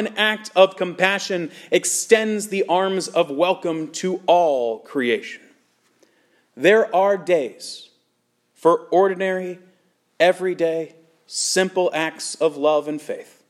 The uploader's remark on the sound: Sermon preached at Good Shepherd Evangelical Lutheran Church in Lexington, VA.